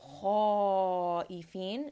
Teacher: Illa khaifin, kha in this case is a heavy letter. Kha is always heavy, but in this case, because it is followed by an alif mad, the alif mad will also be heavy. So khaifin, this is a four count heavy mad.